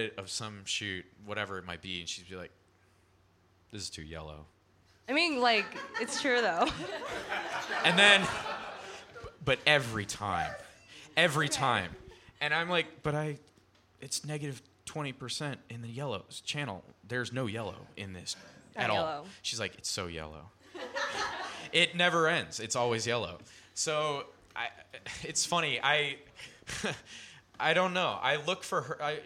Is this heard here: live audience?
yes